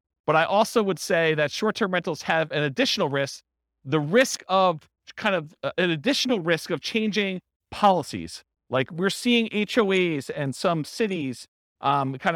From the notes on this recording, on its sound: This was a live class recorded